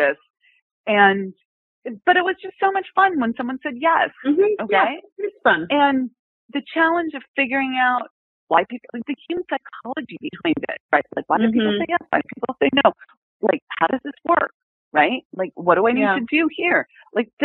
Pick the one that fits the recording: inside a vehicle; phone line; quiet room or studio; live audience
phone line